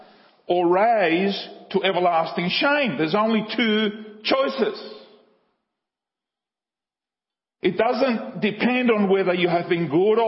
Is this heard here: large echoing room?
yes